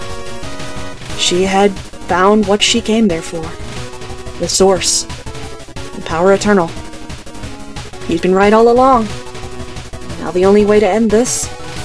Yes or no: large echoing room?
no